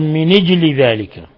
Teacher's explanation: من أجل بكسر النون مع النقل